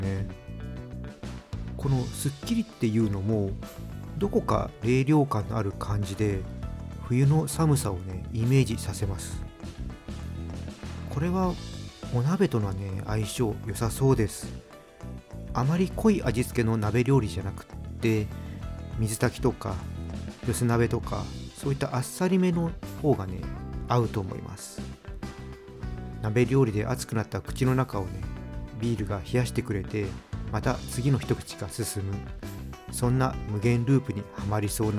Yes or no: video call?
no